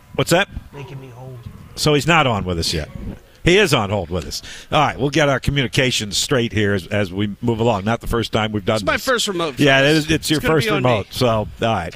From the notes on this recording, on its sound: broadcasts live from Uptown Alley Richmond